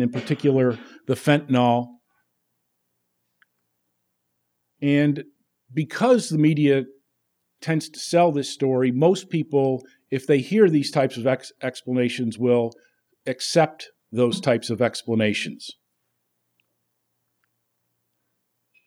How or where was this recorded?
large echoing room